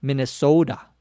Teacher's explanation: One thing of the Minnesota accent is the O. The O is very long, so we would say Minnesota instead of Minnesota.